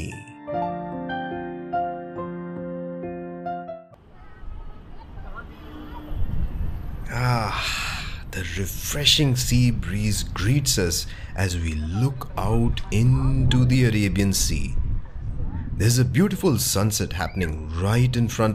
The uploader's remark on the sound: You and I will visit some prominent buildings, landmarks, and food joints with actual ambient sounds and noises. Watch your step as we cross streets and avoid traffic as we go about on this storytelling tour around the Flora fountain & Hutatma Chowk in the Fort area of South Mumbai.